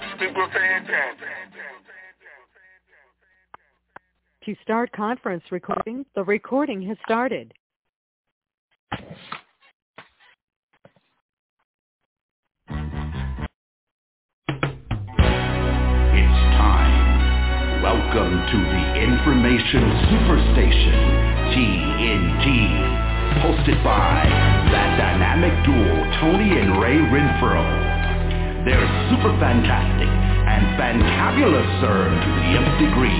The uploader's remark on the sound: TNTSuperfantastic Conference Call